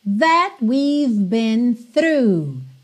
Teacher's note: That, percebe como o T não apareceu?